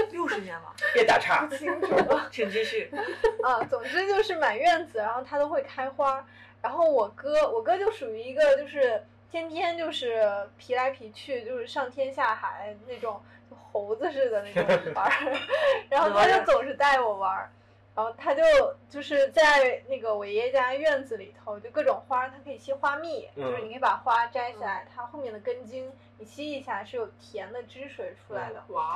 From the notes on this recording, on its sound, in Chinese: 本期音质有点炸，请大家多多包涵